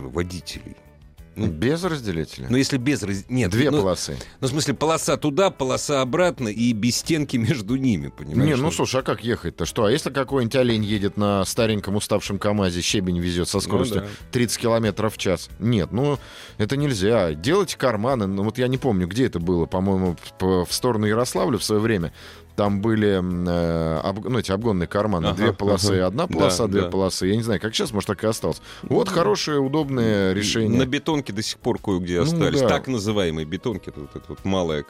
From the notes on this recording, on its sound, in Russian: И говорили мы об этом по телефону